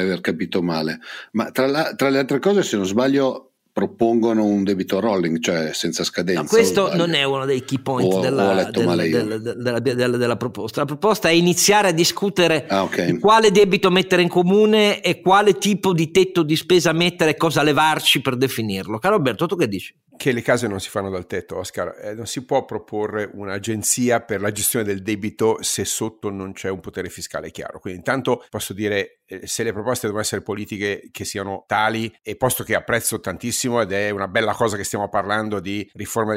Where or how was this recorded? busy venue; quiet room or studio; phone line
quiet room or studio